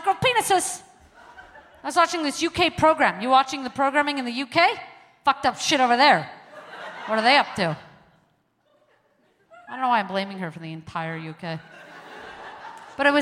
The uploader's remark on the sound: At The Neptune Theater in Seattle.